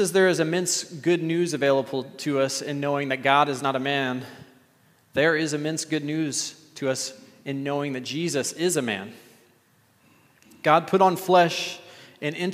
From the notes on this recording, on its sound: at The Table worship gathering on Sunday, May 14th, 2023